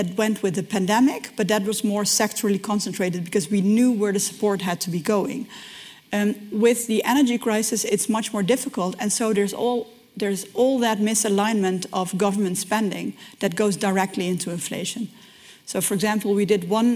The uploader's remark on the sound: This is the full audio of the Chief Economists Briefing session at the Growth Summit. This is the full audio of the Chief Economists Briefing session at the Growth Summit.